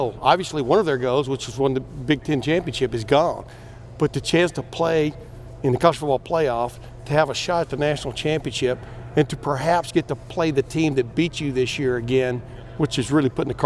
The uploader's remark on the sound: Met with the media for his press conference to preview the Bulldogs.